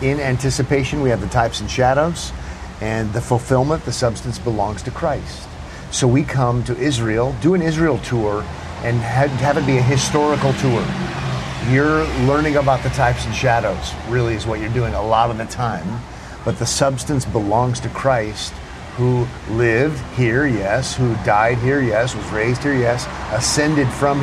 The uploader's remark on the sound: Recorded on location in Israel.